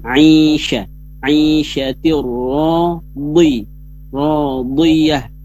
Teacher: Huruf ainnya perhatikan, ai tengah tenggorokan